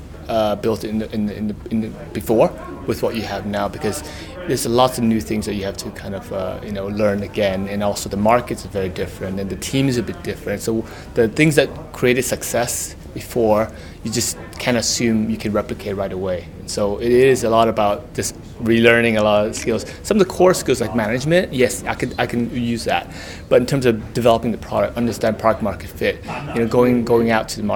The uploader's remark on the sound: Joined us for the second day of Elite Business on 12 March in the digital transformation panel.